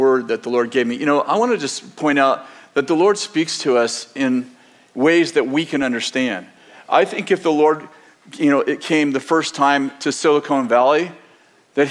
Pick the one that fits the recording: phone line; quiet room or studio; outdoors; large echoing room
large echoing room